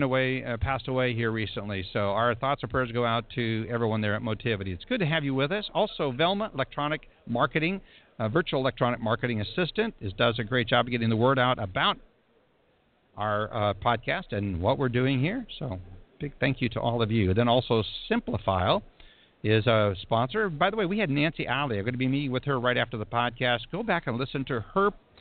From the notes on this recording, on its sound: Broadcasting "LIVE" from the MBA Mortgage Technology Conference & Expo. We will be broadcasting "LIVE" from D+H's Booth at the MBA's National Mortgage Technology Conference and Expo in Los Angeles.